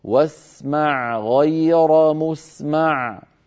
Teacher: واسمع آخرها حرف العين وهو من وسط الحلق، غير أولها حرف الغين وهو من أدنى الحلق، وهما مخرجان متجاوران وسط الحلق وأدنى الحلق، فعلى القارئ أن يبين العين من كلمة واسمع من حرف الغين من كلمة غير، هكذا واسمع غير مسمع.